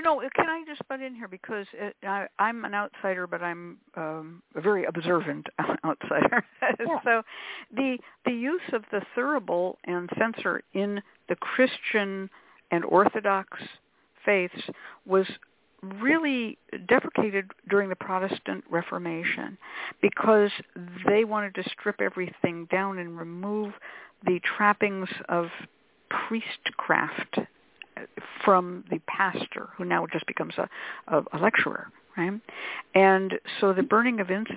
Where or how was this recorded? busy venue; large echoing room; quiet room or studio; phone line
phone line